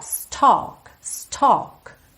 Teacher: Embora a gente tenha a L, é um som meio ó, ó